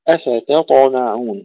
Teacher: أفتطمعون، هنا ننتبه أن الطاء فقط مفخمة بين الأحرف المرققة